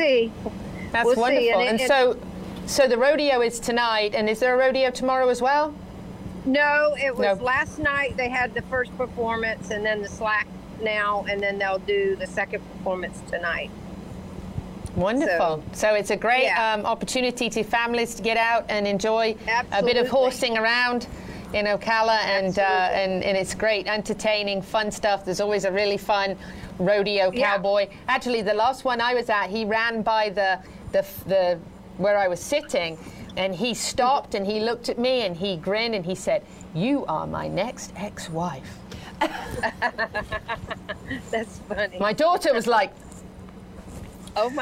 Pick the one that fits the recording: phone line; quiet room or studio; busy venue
busy venue